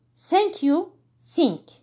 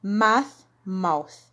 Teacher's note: First of all, voiceless TH, tongue sticking out beyond the teeth, push air out between the top of teeth and the tongue